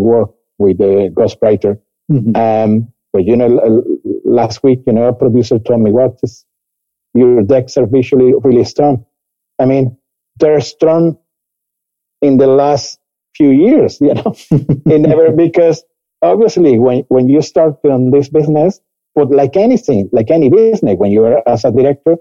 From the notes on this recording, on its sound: Joining us from Seville, Spain on this international flavoured Episode of Fni Wrapchat. Please be patient with the quality of recording as we continue to work remotely.